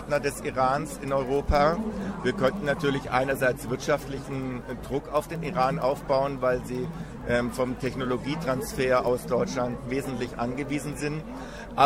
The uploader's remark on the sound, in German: Wir sind live in einer Veranstaltung zu Web 2.0 in der Glockenbachwerkstatt.